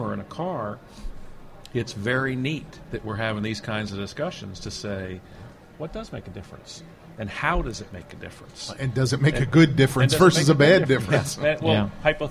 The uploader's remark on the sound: From the show floor at EMS Today.